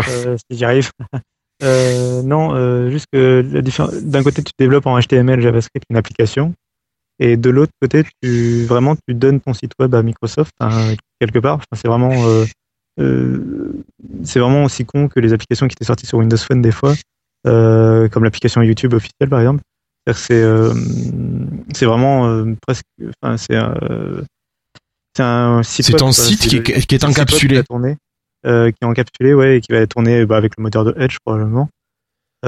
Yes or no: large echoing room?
no